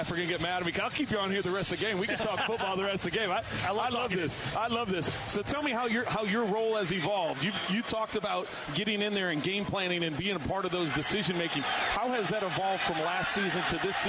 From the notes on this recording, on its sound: live from Arrowhead.